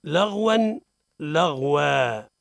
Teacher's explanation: بفتحة واحدة مشبعة بألف مد مقدار مد طبيعي على الحرف الأخير من الاسم المنون، مثل لغوا تنوين نقف عليه بفتحة واحدة مشبعة بألف مد مقدار مد طبيعي، لغوا لغوا. · وإذا وقفنا على الاسم المنون فصوت النون الساكنة يختفي عنه تماما